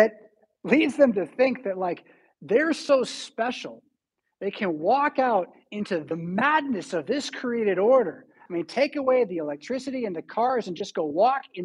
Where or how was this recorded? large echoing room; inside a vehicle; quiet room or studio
large echoing room